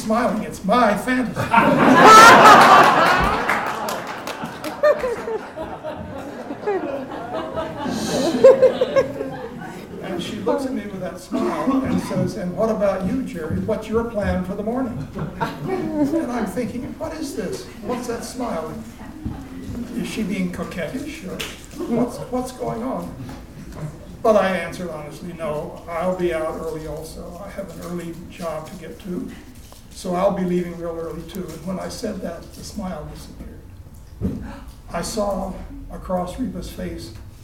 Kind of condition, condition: setting, live audience